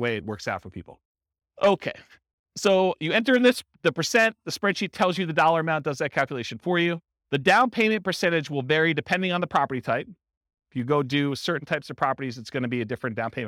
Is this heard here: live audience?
yes